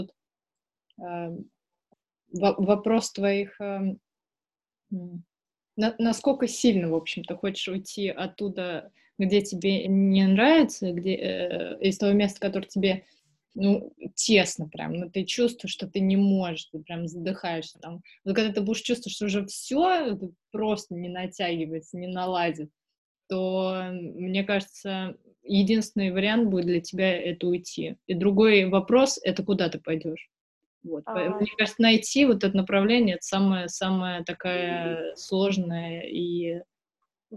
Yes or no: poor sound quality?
yes